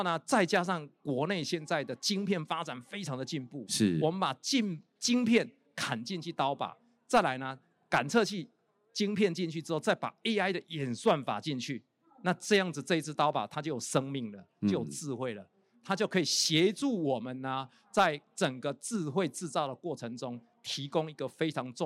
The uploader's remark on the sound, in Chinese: 本集節目於2022年「台灣國際智慧製造系統整合展（TIIM）」展期間錄製